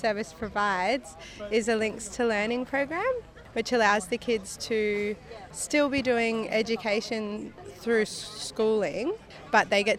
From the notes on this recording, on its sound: Live in the Shire. Community voices weave their way around bites of food and guzzles of juice to land in my microphone.